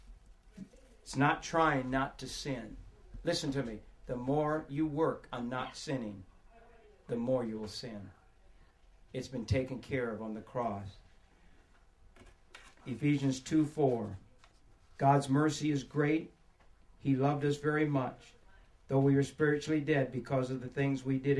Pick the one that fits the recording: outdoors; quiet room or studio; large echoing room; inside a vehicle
large echoing room